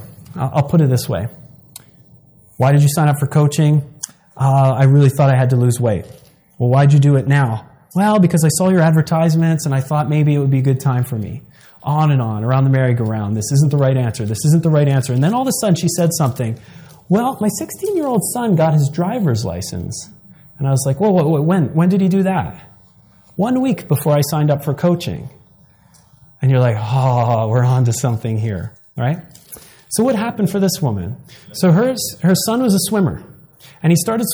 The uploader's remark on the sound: In this seminar—recorded live in Long Beach, California.